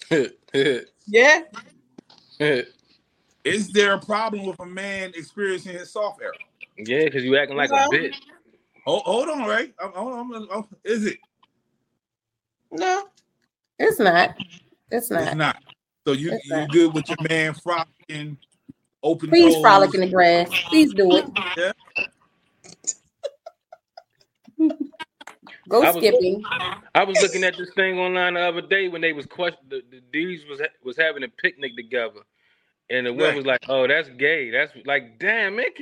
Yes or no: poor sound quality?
yes